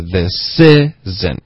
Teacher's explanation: 我们把重音放在 i 的这个音节